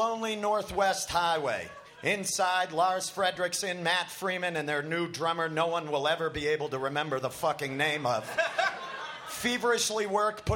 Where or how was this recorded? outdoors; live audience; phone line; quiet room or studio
live audience